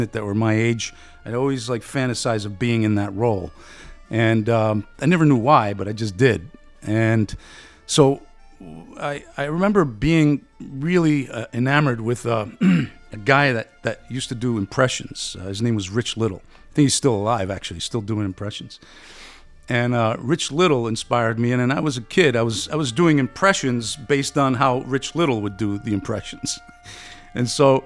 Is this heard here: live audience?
no